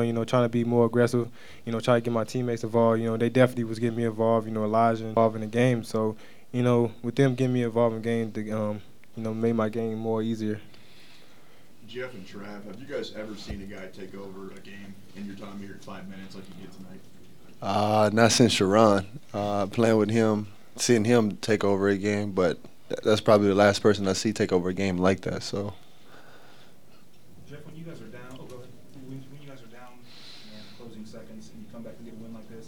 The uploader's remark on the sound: Press Conferences & Post-Game Interviews